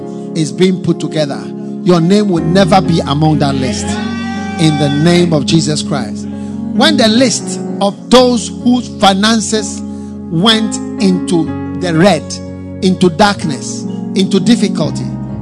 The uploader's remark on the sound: Preached at the FLOW Service, First Love Church